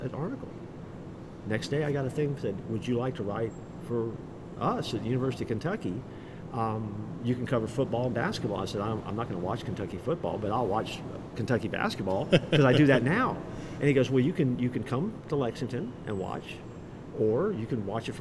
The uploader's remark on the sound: LIVE from CPE 2022!